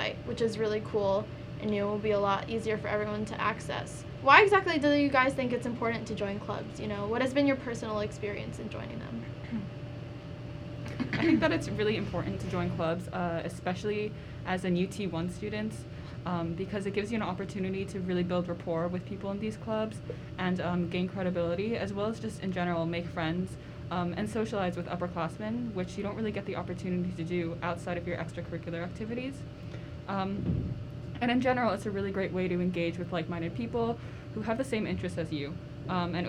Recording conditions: background noise